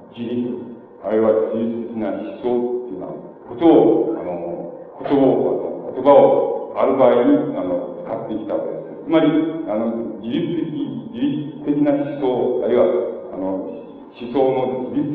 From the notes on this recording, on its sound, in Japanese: 場所：岐阜大学。明治大学駿台祭での講演。音源は客席から録音されたもので 音質はあまりよくない。